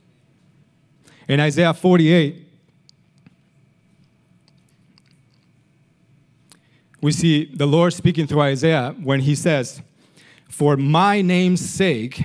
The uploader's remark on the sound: Recorded sunday evening service at Reunion Hawaii